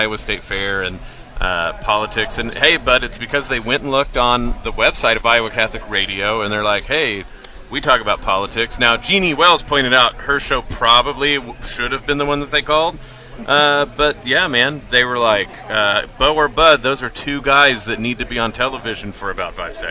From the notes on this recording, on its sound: Live At IA St Fair.